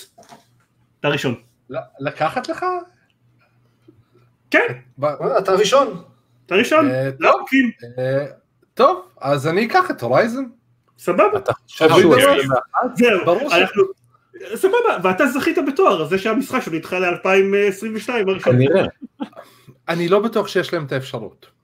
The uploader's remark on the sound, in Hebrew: למה איכות הסאונד מחורבנת ויש כל כך הרבה תקלות